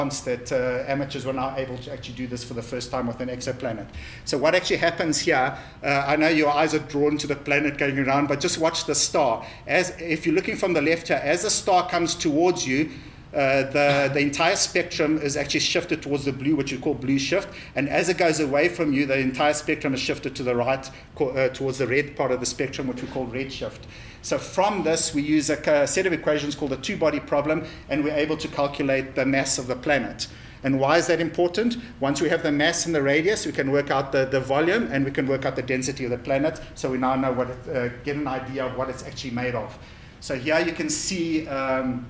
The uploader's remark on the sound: In this episode we feature the first of the public lectures I recorded at ScopeX.